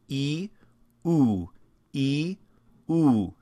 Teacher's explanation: And I'm just basically showing you the difference between a front vowel and a back vowel. So the front vowel is E, and the back vowel is OO. And if you'll go back and forth between those, E, OO, E, OO, you'll feel your tongue in the back of your mouth lifting and lowering, lifting and lowering.